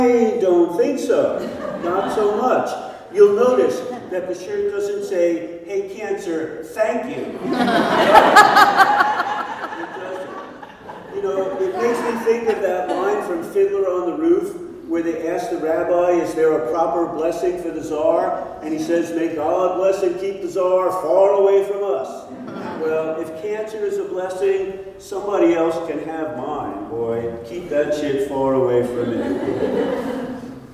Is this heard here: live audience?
yes